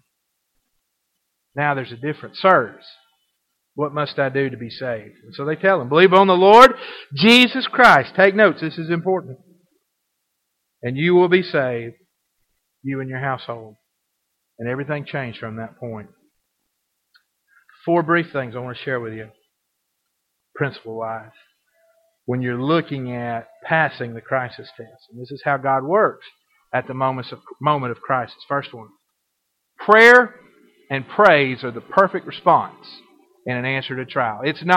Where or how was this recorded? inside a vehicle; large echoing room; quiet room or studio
large echoing room